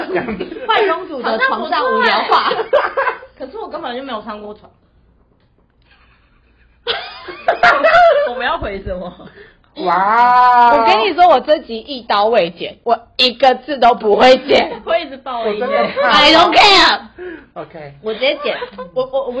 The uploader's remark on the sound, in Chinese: 本集有些許收音技術問題。吵鬧注意。